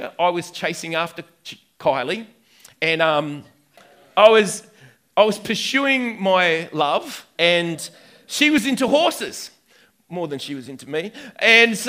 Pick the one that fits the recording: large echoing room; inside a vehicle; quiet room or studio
large echoing room